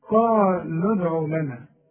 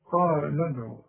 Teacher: عند الوصل هنقول قال ادعوا لنا، هنلغي الواو دي، هنلغي المد ده تماما